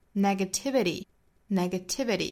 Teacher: 但是美音像最后一个这个 T 会发成 flap T